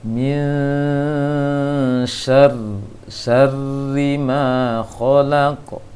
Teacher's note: Semua syarri itu tipis semuanya, syarri ayat 2 sampai ayat 5, kalimat syarri mulai dari masuk ke tasydidnya sampai terbaca kasrohnya dia tipis bunyinya